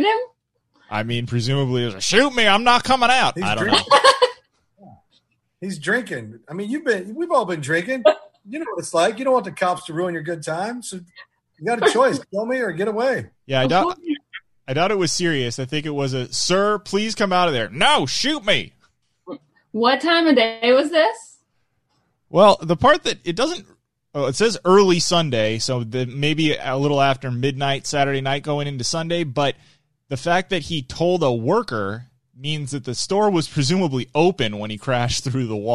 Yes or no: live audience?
no